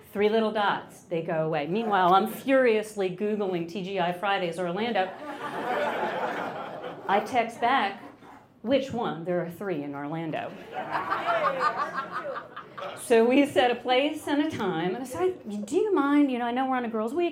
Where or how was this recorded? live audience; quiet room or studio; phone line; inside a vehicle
live audience